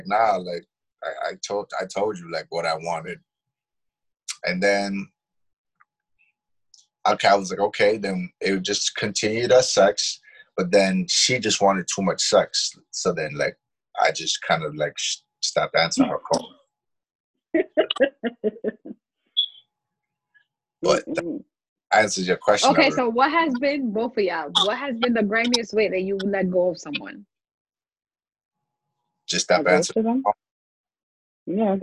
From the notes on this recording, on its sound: sorry we have been having a few technical difficulties due to this new way of recording our podcast